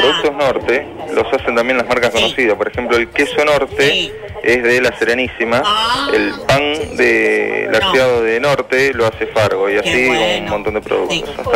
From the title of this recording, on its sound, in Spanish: charla con alguien por teléfono